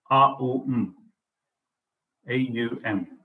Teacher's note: So when Om is chanted, it comes out as A-U-M, A-U-M. So A is a guttural sound from the throat, as many of you said. U, the middle of the mouth, and M, when the mouth closes.